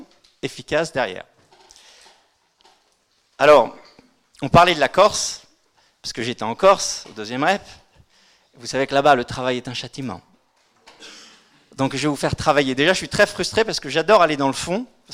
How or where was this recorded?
live audience